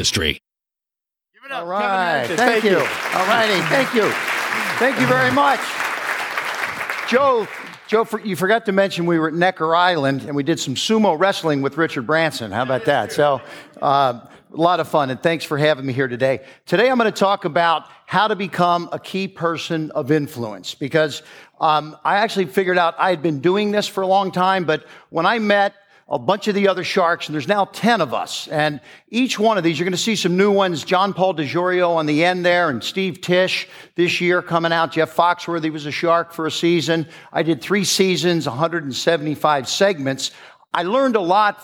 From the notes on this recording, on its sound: Recorded live at the Genius Network Annual Event.